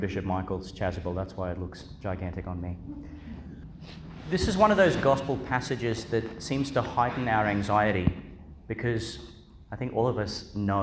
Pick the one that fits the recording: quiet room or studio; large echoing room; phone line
large echoing room